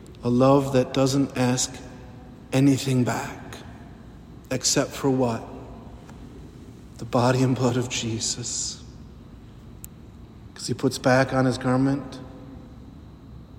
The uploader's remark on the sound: The sermon preached at the Holy Thursday Mass of the Lord's Supper